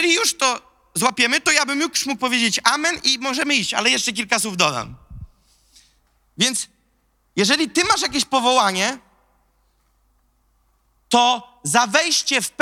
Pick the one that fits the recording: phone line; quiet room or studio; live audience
live audience